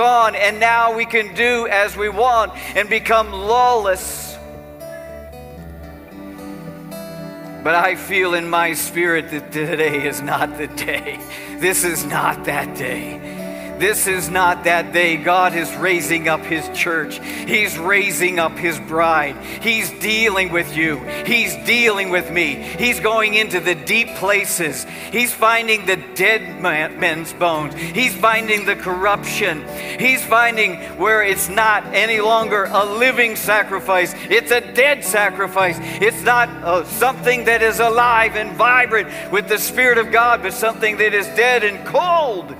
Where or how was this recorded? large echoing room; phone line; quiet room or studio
large echoing room